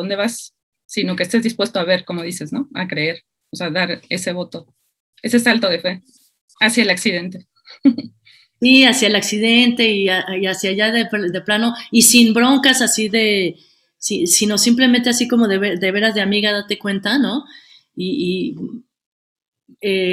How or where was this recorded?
video call